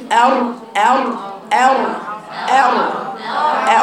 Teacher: أثناء ما بيقرأوا الراء المفخمة يحدث تقعر في وسط اللسان يعني، وتضيق في الحلق بخلاف المرققة